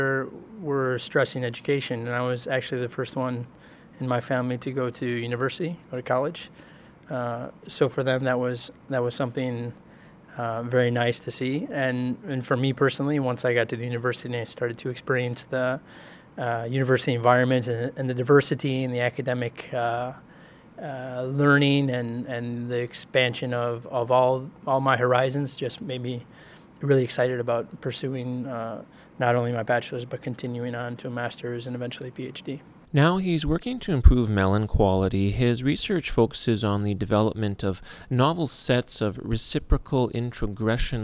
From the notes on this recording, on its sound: On location in Davis, California at Cucurbitaceae 2018